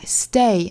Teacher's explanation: stay T 要注意发成一个不送气的